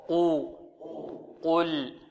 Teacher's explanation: إذن القاف مفخمة واللام مرققة، لابد من تخليص القاف من اللام